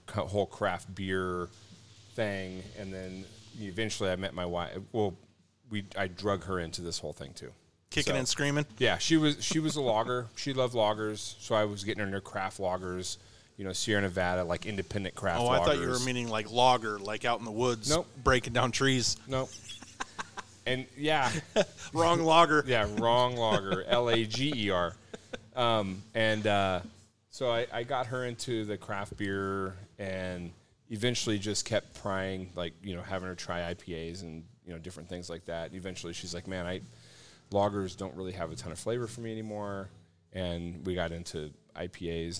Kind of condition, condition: setting, busy venue